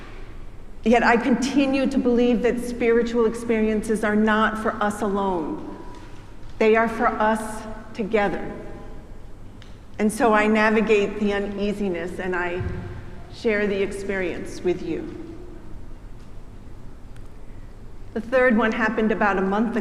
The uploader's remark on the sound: preached at our celebration of Holy Baptism and Holy Eucharist on the Day of Pentecost